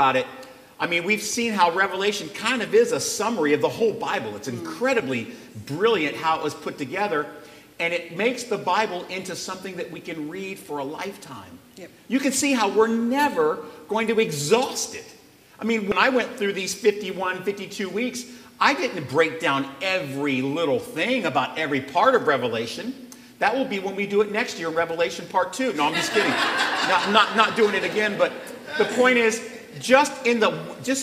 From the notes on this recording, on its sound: where the congregation got to ask some burning questions